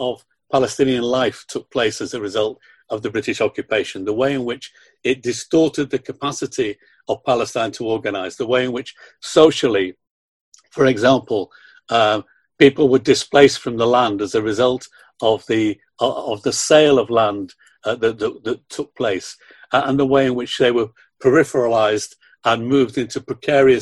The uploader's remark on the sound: The audio of this webinar which was organised by them.